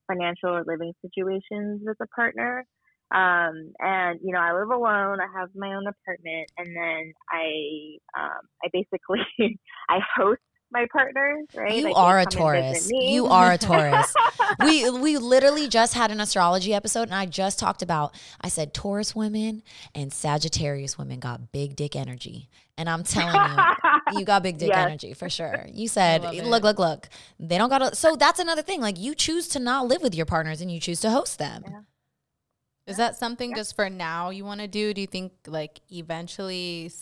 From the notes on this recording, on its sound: takes our phone call